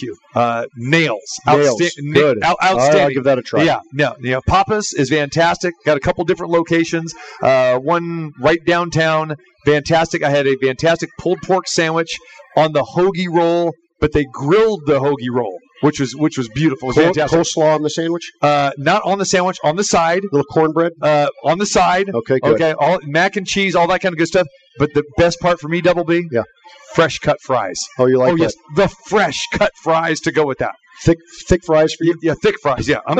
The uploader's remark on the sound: Live from The Cosmopolitan of Las Vegas